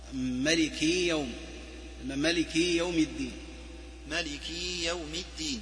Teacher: ومنها إشباع الكسرة من مالكي يوم الدين